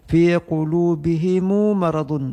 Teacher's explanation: membaca dengan tambahkan waw mati setelah mim mati dan harakatkan mim menjadi dhammah, menjadi lafaznya himu fi qulubihimu maradun.